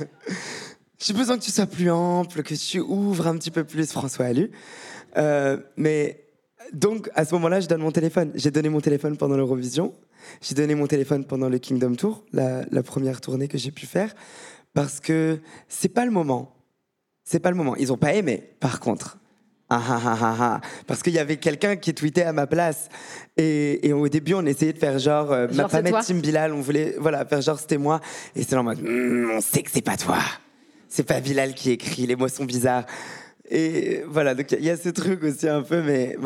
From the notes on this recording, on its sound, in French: Enregistré en direct au Paris Podcast Festival 2022 à la Gaîté Lyrique. A été enregistré en direct et devant le public du Paris Podcast Festival à la Gaîté Lyrique.